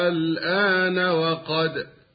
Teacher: وكلتا الكلمتين في سورة يونس، وبالاستماع إليهما نجد الهمز ممدودا وبعده سكون اللام · Term: المد اللازم الكلمي المخفف